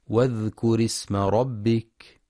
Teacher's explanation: فلا يقرأ واذكر اسم بإظهار الهمزة · Term: همزة الوصل